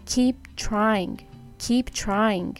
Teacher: keep のこの keep の最後をちょっとホールドしてで trying っていう感じです · Term: ストップサウンド